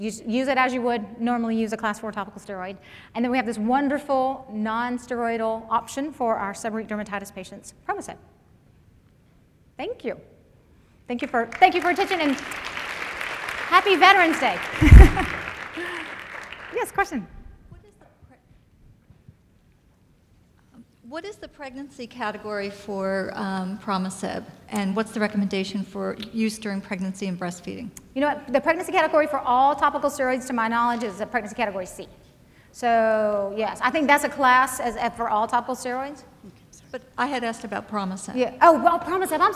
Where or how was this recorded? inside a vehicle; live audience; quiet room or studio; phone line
live audience